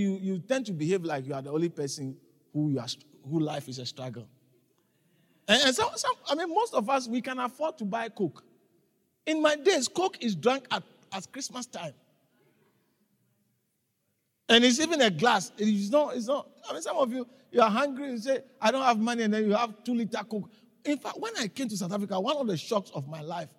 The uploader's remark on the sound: preached at the Living Waters Cathedral